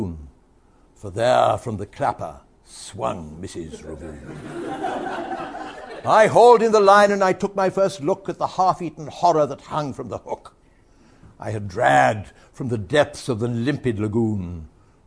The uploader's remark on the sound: Listeners to this audiobook can share the delight of the live audience.